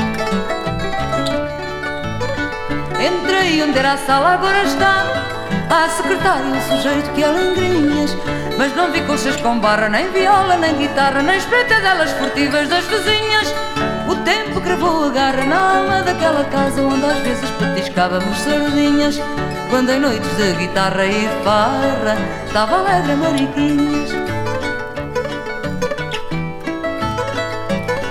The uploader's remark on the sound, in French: C'était jour de Grand Marché avec l’édition spéciale Bacalhau, rendez-vous sur la place des quais à la Friche Belle de Mai avec Les Grandes Tables. Radio Grenouille s'installe en live.